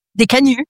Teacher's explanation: We don't pronounce the last consonant.